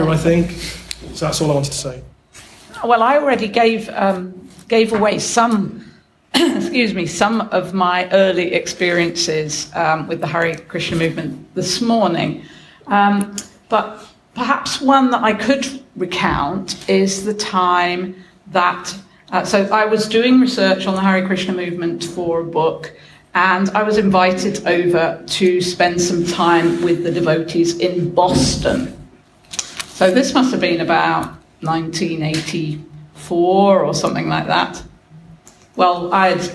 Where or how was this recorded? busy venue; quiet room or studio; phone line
busy venue